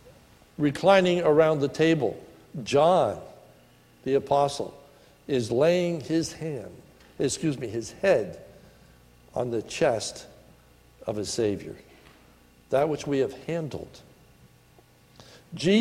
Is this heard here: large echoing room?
yes